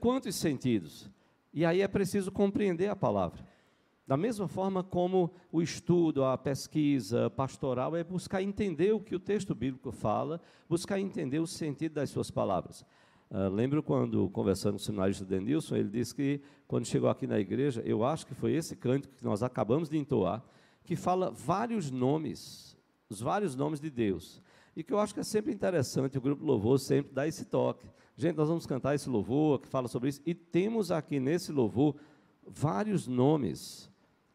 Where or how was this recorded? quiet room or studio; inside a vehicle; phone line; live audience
live audience